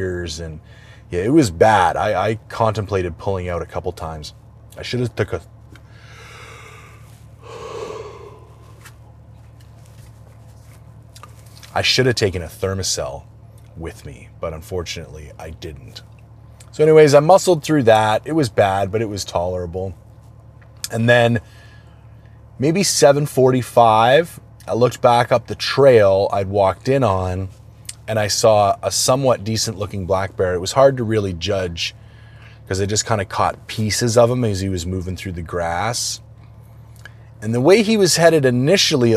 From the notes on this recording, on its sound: For those unfamiliar with this style of podcast, I bring an audio recorder with me on my hunt and do my best to break it out a few times a day and tell the story of the hunt in audio format as things unfold in real-time. On this particular episode I find myself up north in the Prince George region hunting bears.